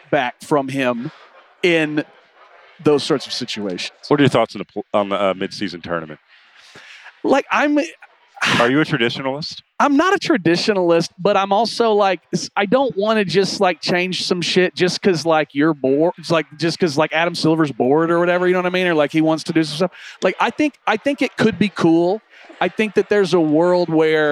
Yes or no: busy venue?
yes